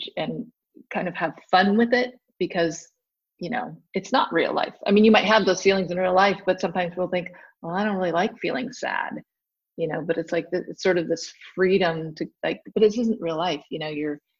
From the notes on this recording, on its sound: While we had no idea how this would work using Zoom, we gave it our best.